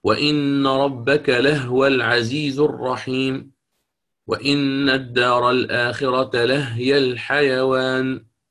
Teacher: كل ما يكون عندي هو أو هي واتصل بهما الواو أو الفاء أو اللام فحينها يسكن أبو عمرو البصري الهاء منهما، من هو ومن هي · Term: يسكن الهاء